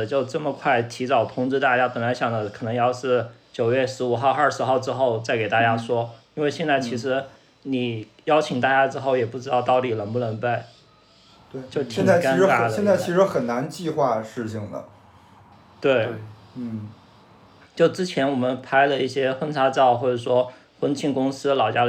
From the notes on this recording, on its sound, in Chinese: 录制这期节目时，我们“原则性居家”了八天。因为是各自在家用手机录音，还伴随着窗外的环境音，所以音质听起来跟往期不一样。